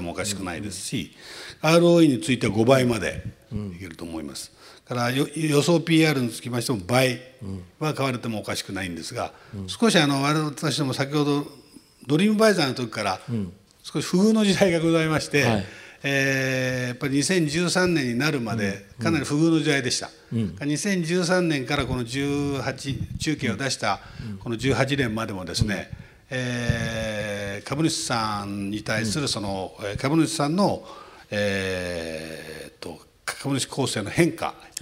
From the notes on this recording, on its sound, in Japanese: 東京・東銀座の時事通信ホールで行われた「ラジオNIKKEI 相場の福の神 注目企業ＩＲセミナー」